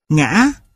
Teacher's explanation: Thanh ngã bắt đầu ở độ cao gần ngang thanh huyền nhưng không đi ngang mà vút lên, kết thúc ở độ cao cao hơn cả thanh không dấu. Ở thanh ngã, đường nét vận động bị gãy ở giữa do trong quá trình phát âm có hiện tượng bị tắc thanh hầu.